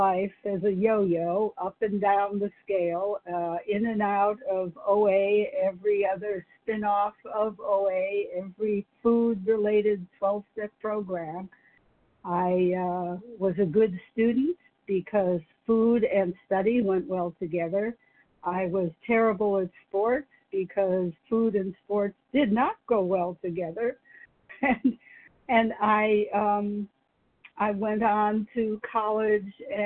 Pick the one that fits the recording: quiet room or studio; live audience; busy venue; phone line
phone line